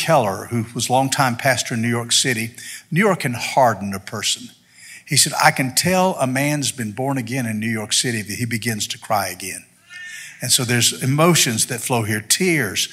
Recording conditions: large echoing room